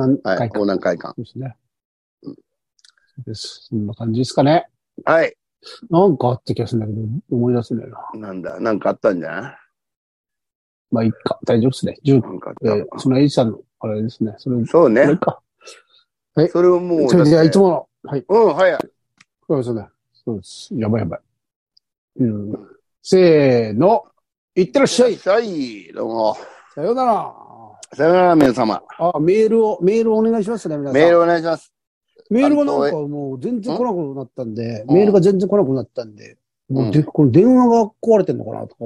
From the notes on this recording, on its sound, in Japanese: ZOOMで収録